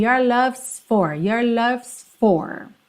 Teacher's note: Esse S, que é o is, que está contraído aí com love, ele é muito sutil, mas ele tem que aparecer, mesmo que de levinho, tá bem?